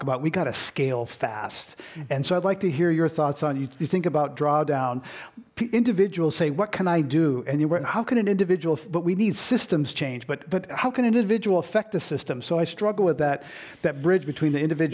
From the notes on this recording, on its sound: Part One of this program was recorded in front of a live audience at The Commonwealth Club in San Francisco on July 11, 2019. Part Two was recorded at the Commonwealth Club in San Francisco on January 17, 2019.